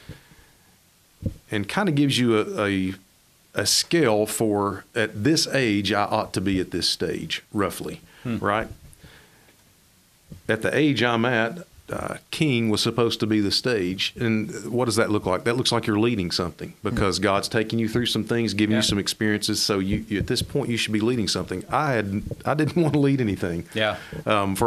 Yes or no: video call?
no